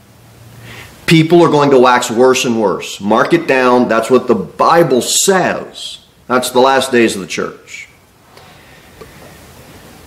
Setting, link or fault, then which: setting, large echoing room